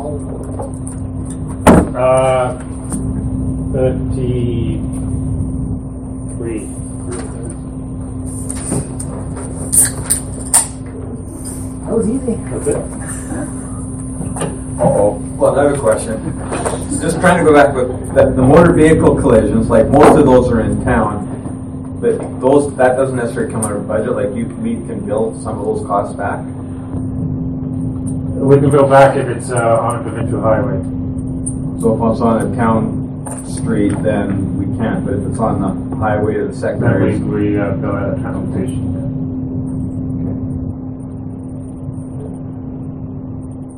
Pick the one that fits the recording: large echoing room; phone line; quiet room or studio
large echoing room